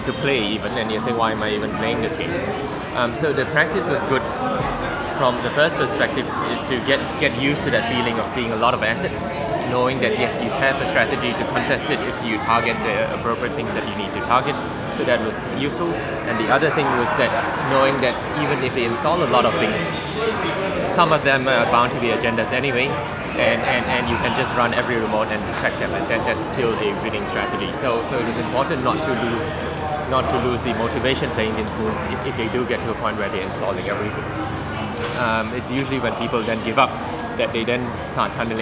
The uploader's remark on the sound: live from a Sydney cafe in the midst of Australian Nationals!